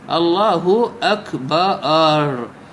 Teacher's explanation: أشبع فتحة الباء، على الباء توجد فتحة، إذا زاد في نطقها وأشبعها تحولت الفتحة إلمن إلى ألف، لأنه الفتحة هي أقرب إلمن إلى الألف.